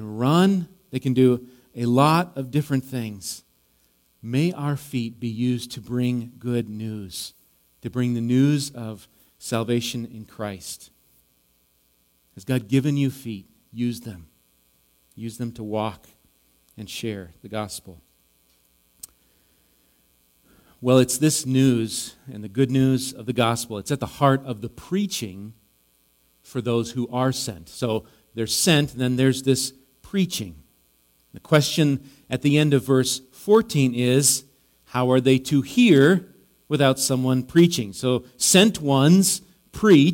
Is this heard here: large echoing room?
yes